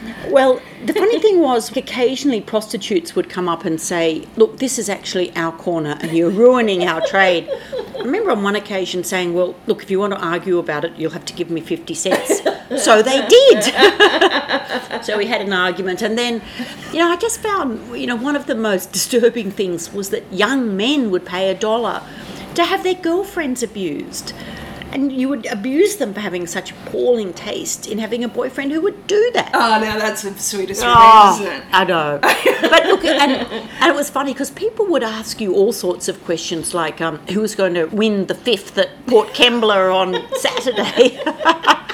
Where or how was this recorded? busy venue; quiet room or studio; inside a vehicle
busy venue